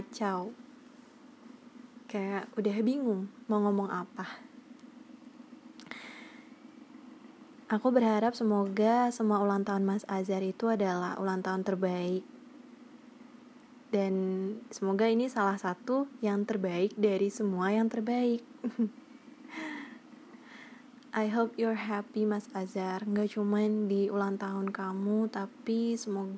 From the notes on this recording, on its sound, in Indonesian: Aku belum bisa edit rekaman yang ngilangin noise dll gitu jadi ini sangat terjamin keasliannya.